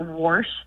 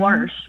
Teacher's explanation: So your mother says wash with an R. · Shown in: second take